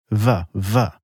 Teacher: Other sounds come from vibrating parts, like V, V, formed by teeth and lips vibrating together.